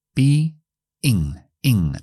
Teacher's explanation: La última es la i corta, la primera es la i larga acortada.